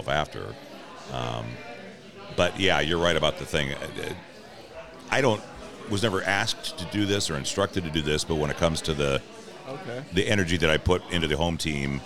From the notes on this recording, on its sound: Recorded at Murphy's Pub on 45th in Wallingford!